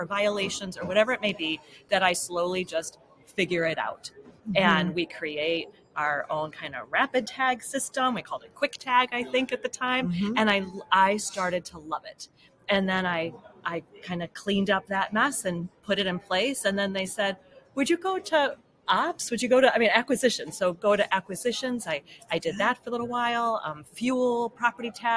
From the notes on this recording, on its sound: Live from NAFA. Live from the Wheels, Inc.